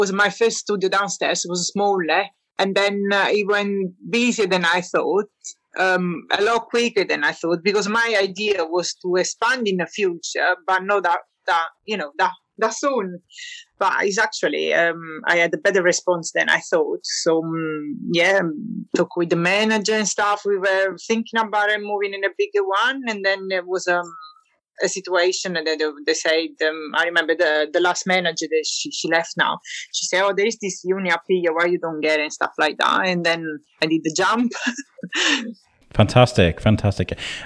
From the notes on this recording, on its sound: It was troubled audio. I had to work some magic to get it sounding like it does.